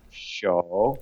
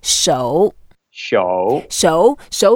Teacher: So when we have the third tone in Chinese, we sort of make an effort. Just go down first and then up.